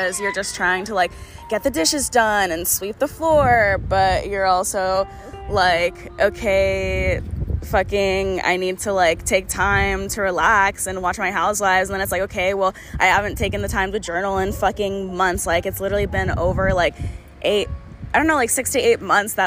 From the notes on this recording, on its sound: sorry about the wind blowing